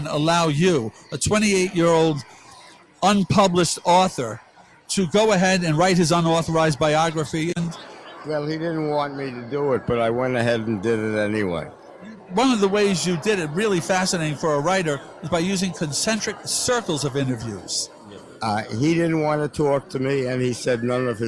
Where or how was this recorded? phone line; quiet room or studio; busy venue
busy venue